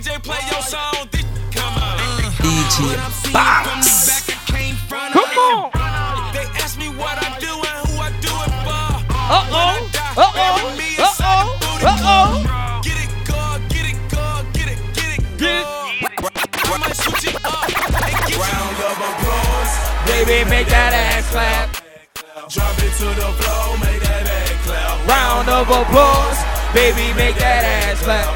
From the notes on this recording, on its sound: LIVE AUDIO FROM DJING AT BLIZZARD SKI TRIP 2018